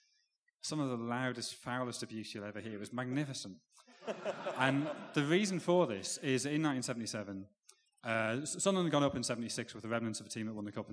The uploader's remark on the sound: The first half of the Blizzard's live Q&A event held at the WS Society in Edinburgh.